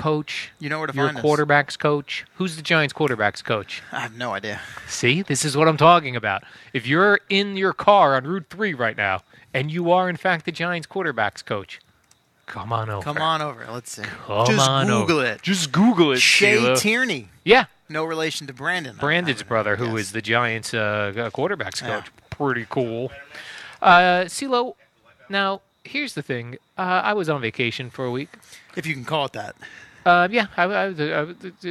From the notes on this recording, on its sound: Live from Giants camp.